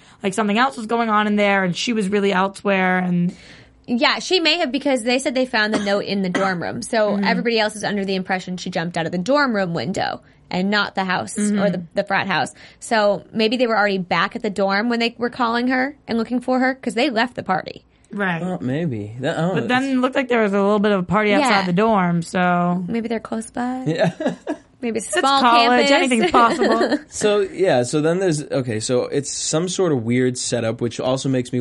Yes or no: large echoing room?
no